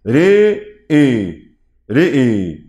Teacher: هيقرأوا بإمالة الراء والهمزة حرفي رأى · Term: إمالة كبرى